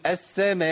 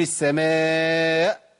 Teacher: لازم اقطع في الهمزه بالشده والجهر، انقطاع الصوت والنفس · Shown in: second take · لان قلنا دول صفتين مهمين جدا للهمزه.